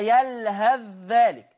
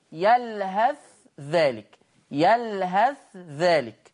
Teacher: في سورة الأعراف الآية 176 حفص يضغم الثاء في الذال، يقرأها يلهث ذلك، لكن ورش هيبين الثاء، ما هو إظهار · Shown in: second take